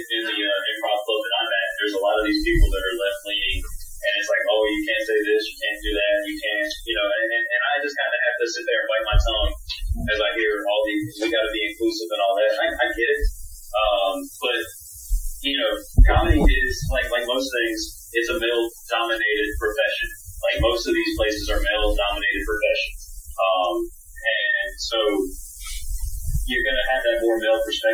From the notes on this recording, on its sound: Today the nerds go live on podbean! Take a few calls live on the air. The quality was a little off, as podbean live is still an in progress, yet cool concept.